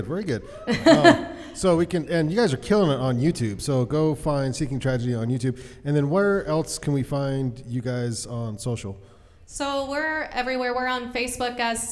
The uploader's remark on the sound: Van Sessions at The Monarch. Live from The Monarch Building in the heart of Ogden, Utah's Nine Rails Arts District.